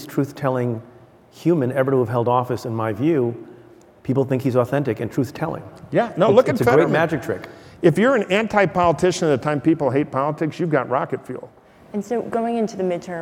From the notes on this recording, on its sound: Live at the Code Conference. At the Code Conference in Los Angeles.